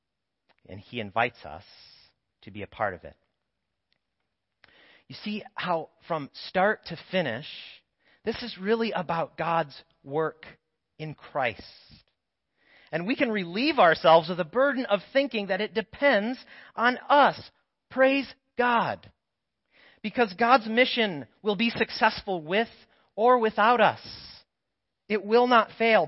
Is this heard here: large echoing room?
yes